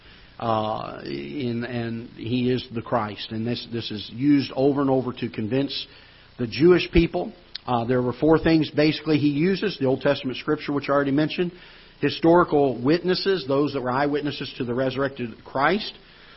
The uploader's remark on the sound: Ketha Heights Baptist Church ~ Live Broadcast